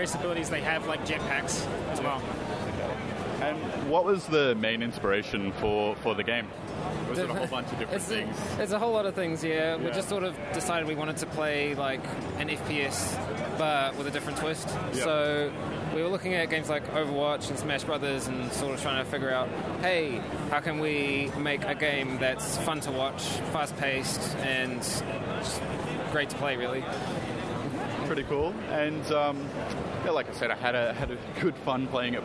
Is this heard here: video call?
no